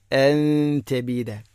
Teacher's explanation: അൻ തബീദ ഇഖ്ഫാ ബിഗുന്ന, അൻ തബീദ നൂൻ സാക്കിനക്ക് ശേഷം ത ഇഖ്ഫാ, ഇഖ്ഫാ ബിഗുന്ന നൂനിനെ അവ്യക്തമാക്കി മണിക്കണം, അഥവാ മഖ്റജിൽ കൃത്യമായിട്ട് തട്ടിച്ച് നൂനിനെ വെളിവാക്കരുത്.